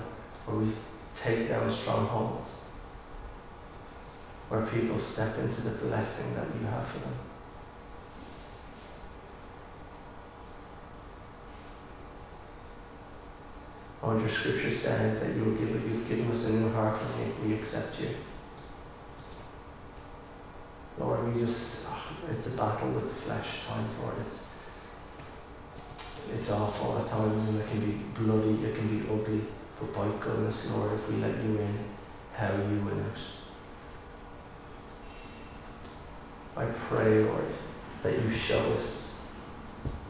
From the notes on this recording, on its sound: Recorded live in Liberty Church on 13 March 2022.